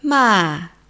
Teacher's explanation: Okay. And tone three is falling